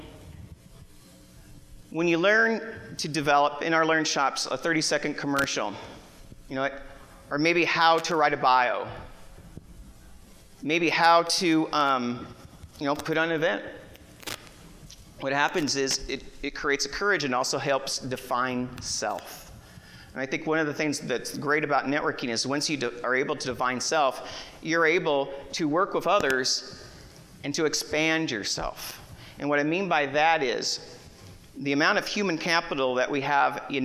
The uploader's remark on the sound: Broadcast live from the main stage at the 2018 iNetwork Expo in Phoenix Arizona